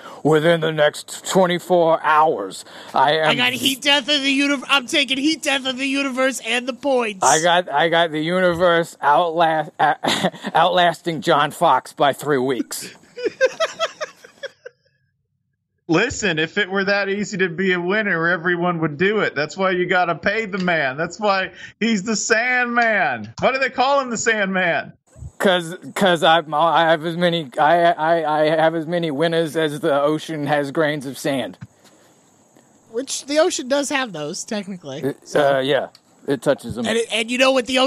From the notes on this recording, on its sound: recording outside again